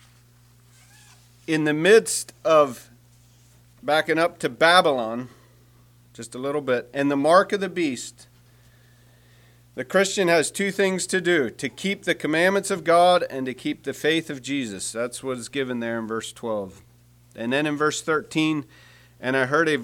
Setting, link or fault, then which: setting, large echoing room